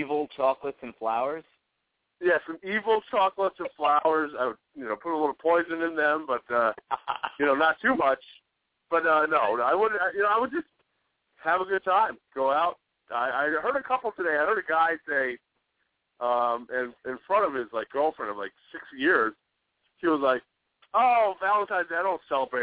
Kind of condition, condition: link, phone line